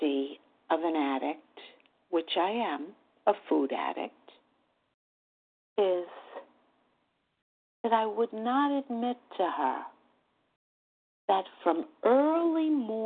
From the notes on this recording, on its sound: 100 Pounders Phone Meeting